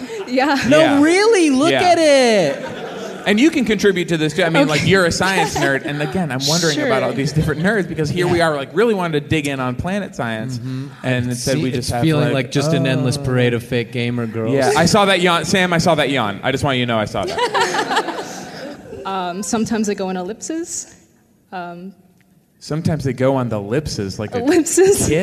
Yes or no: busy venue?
yes